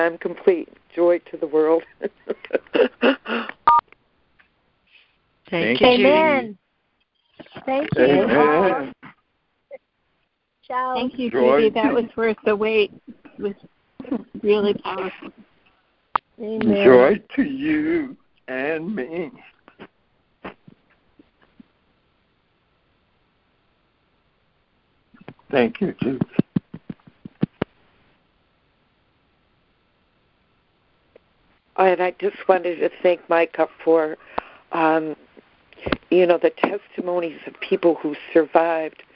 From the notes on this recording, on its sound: ACIM Daily Conference Call.